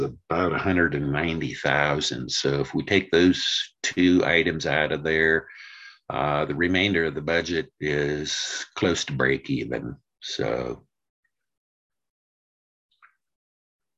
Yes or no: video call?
yes